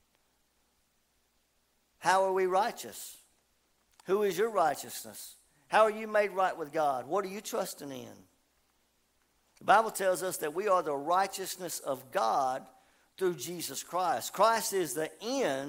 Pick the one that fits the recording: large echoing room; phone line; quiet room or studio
large echoing room